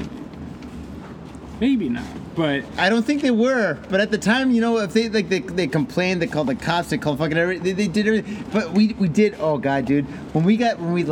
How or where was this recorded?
busy venue